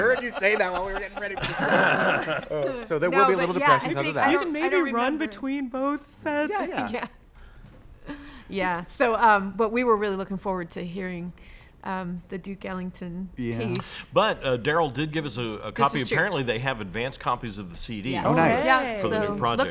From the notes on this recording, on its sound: LIVE from Freshgrass!! The Fresh Grass Festival opens today at Mass MoCA in North Adams, so we head to the berkshires.